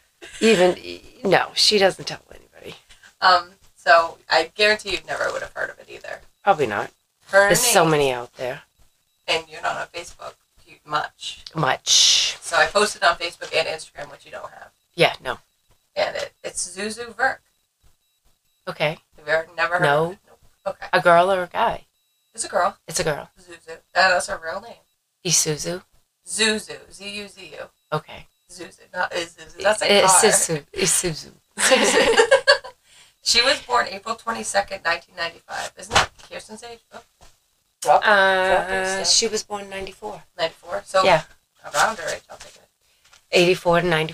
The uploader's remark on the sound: Sorry for the sound we just got a new mic and for some reason it was not working with the mixer which was not noticed until the editing process. It is like we recorded with only one mic.